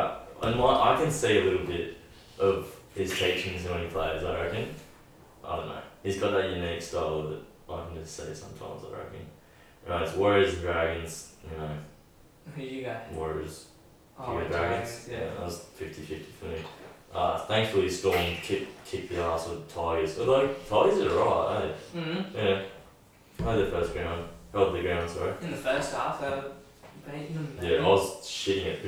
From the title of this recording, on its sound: poor audio